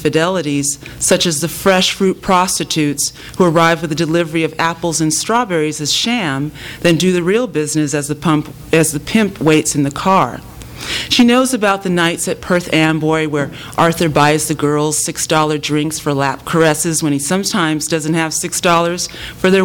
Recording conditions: live audience